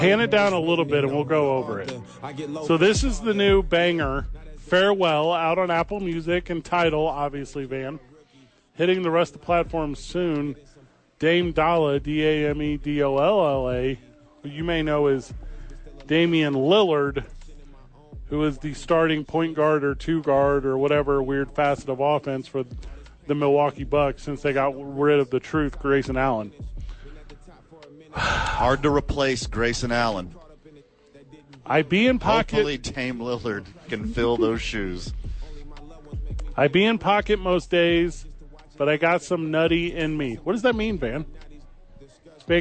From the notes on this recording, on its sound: live from the YMCA